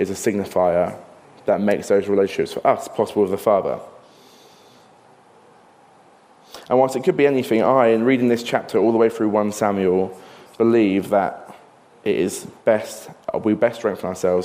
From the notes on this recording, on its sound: This sermon was recorded on Sunday 18th June 2023 at our Putnoe venue.